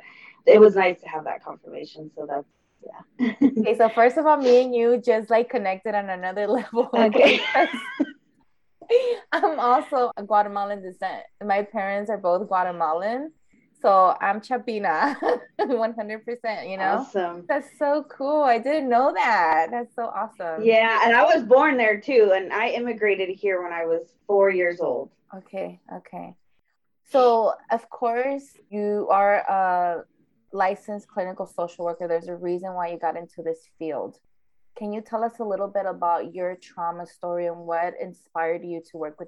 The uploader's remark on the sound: Unfortunately, the audio is poor.